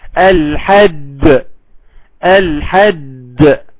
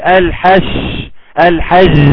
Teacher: بقولش الحش الحج، لان الجيم اصلا ما فيش فيه جريان نفس، الجيم ما فيش فيه جريان نفس ولا جريان صوت لانه حرف شدة · Shown in: first take